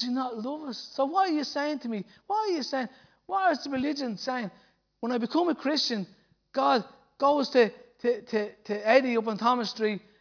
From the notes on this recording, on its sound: Recorded live at Liberty Church on 7th April 2019